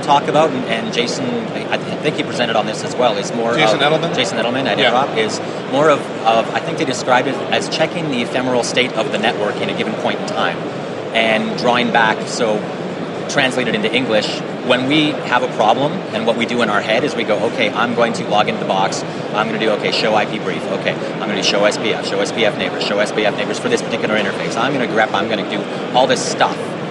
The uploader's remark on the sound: While Packet Pushers were covering the Barcelona HP Discover conference and we got together with some of the folks attending the event on the show floor.